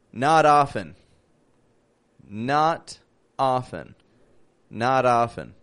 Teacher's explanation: Interesting, right? The T turns to a D. · Term: flap T